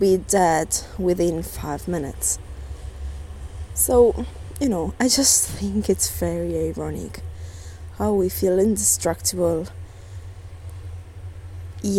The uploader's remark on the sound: sorry for a bit of background noise, I'm still on the road so it's hard t find a quiet spot